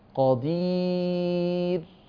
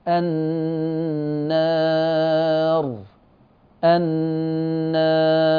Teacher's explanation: لذلك بص بقول لكم الراء المفخمة يصاحبها تقعر في وسط اللسان، بص للوحة، وعلو المؤخرة، وعلو مؤخرة اللسان خلاص، والراء المرققة تستفل، الراء المرققة تستفل مؤخرة اللسان واتساع في الحلق · Shown in: first take